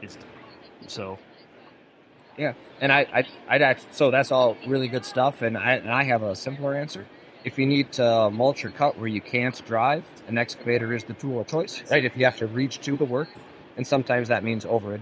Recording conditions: background noise